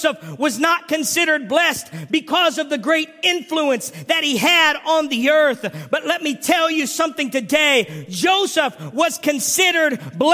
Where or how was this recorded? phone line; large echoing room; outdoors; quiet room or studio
large echoing room